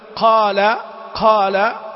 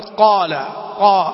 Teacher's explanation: الصحيح أن القاف حرف مجهور لا يخرج معه نفس · Shown in: first take